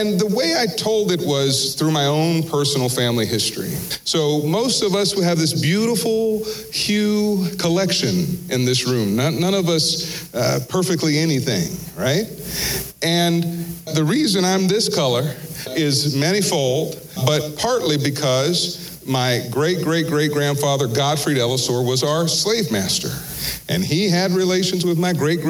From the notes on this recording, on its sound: In this special live recording, Entrepreneurial Appetite's Black Book Discussions partners with the San Antonio African American Community Archive and Museum (SAAACAM).